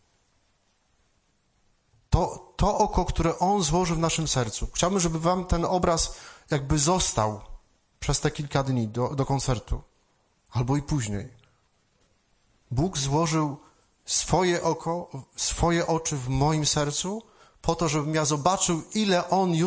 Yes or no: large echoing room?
yes